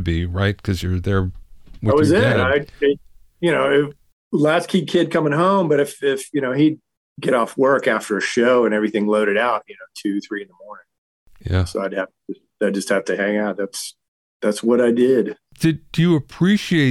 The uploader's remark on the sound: via Zoom from his office in California